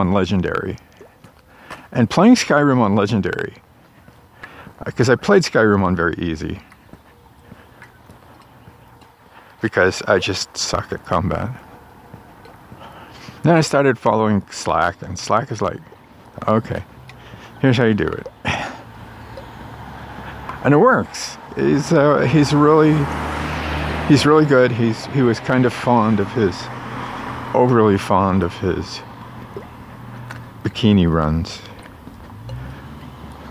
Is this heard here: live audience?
no